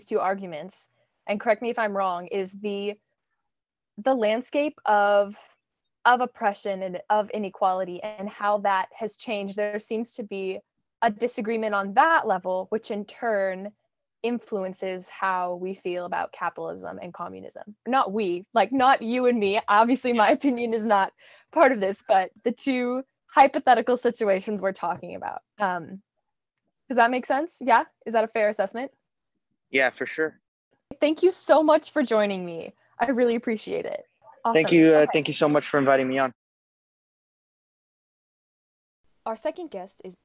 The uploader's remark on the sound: This podcast was recorded on Zoom for the safety of the host and guests. Patience from listeners regarding technical difficulties is appreciated.